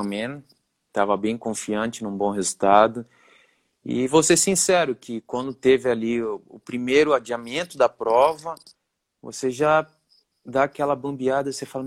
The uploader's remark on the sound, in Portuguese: em uma live, que rolou em nosso Instagram no dia 26/05 durante a quarentena